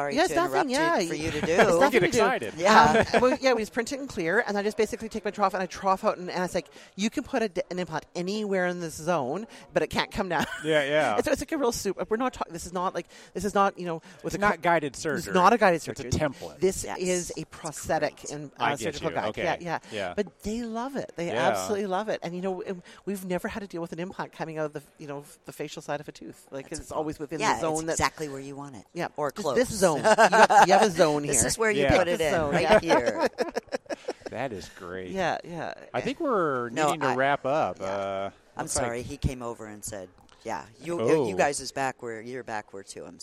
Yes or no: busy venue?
yes